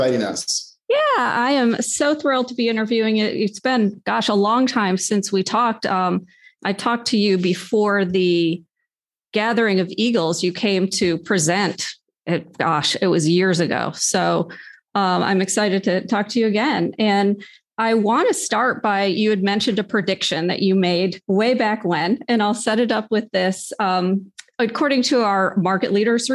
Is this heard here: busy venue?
no